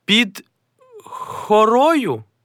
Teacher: Читаючи, вимовляйте «г» як «х».